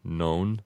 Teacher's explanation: you would make the O in non a long O